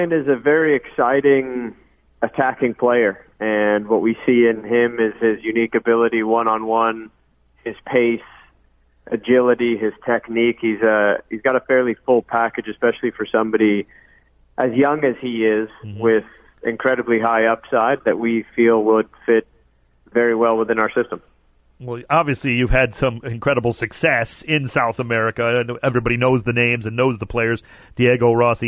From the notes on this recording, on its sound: Called. Calls.